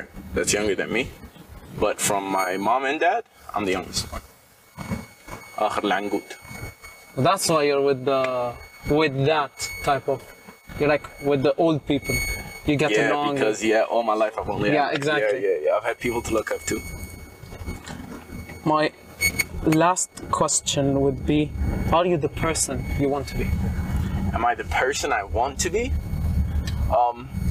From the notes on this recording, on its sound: CAR INTERVIEW. Sorry for the noises we were testing new equipment out.